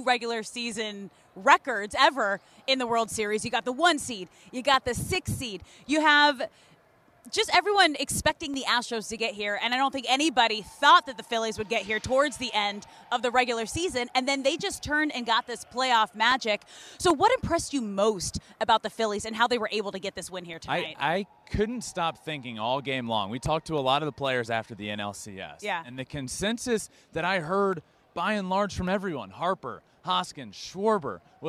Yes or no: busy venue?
yes